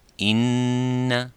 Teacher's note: Le mahraj de cette runa est le nez ou les narines, ce qui signifie simplement qu'il vient du nez il n'y a pas de travail pour la langue dans la runa si vous dites, par exemple, in, il n'y a rien à faire avec la langue ni avec les lèvres.